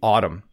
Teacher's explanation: You can just ignore the N at the end of the word. Don't try to pronounce the M and N together.